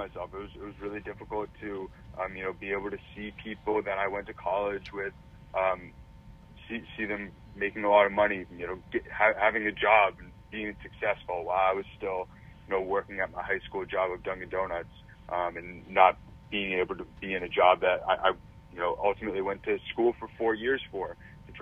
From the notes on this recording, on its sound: Following the phone interview